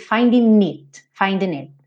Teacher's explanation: aqui ele realmente pegou o N do finding, como o G não é pronunciado, e juntando o it